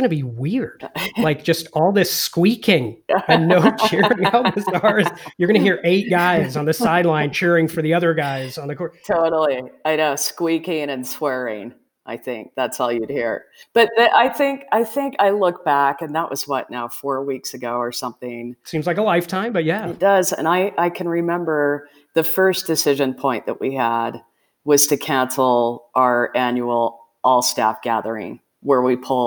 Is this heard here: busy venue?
no